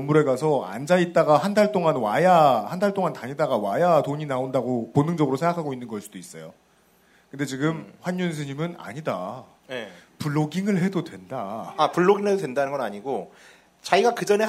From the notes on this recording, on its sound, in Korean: 200회 특집 공개방송.